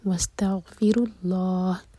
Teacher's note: غین ساکن کے بعد فی پر زور دیں گے، اور لام جلالہ ہیوی، اور چار حرکہ لمبا کھینچنا ہوگا، واستغفر الله، کیونکہ ہم ہا کو ساکن کر رہے ہیں تو یہ مد عارض للسکون بنے گا.